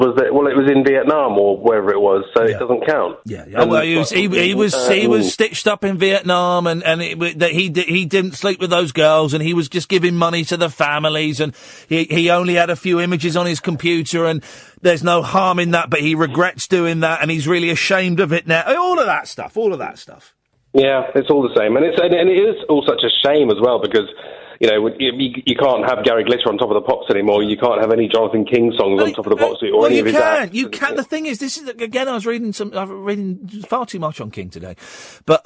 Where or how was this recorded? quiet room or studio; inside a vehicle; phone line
phone line